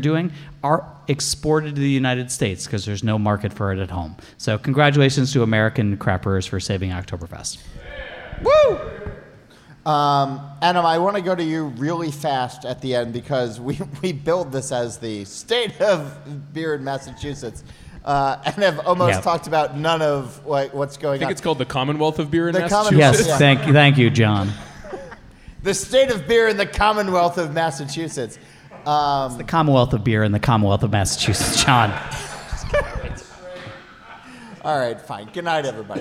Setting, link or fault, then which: setting, live audience